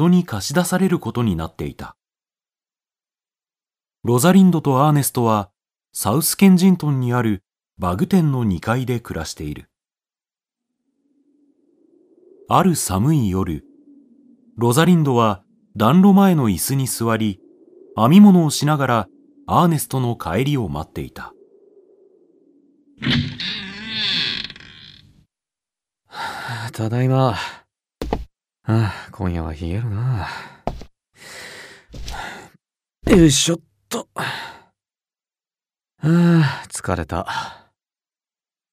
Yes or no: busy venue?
no